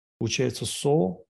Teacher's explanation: Но есть правило санги, когда выпадает вот это «а» перед висаргой. Висарга сама, вот это «аха», переходит в «о», получается «со»